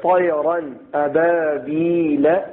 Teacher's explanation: تو نون کو ظاہر کر کے پڑھیں گے · Term: اظہار